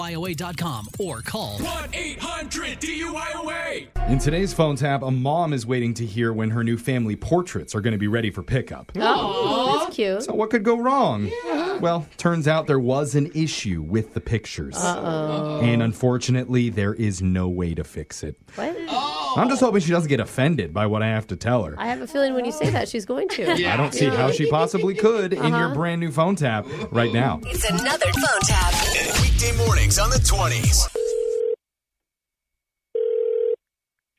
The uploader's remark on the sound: Phone Tap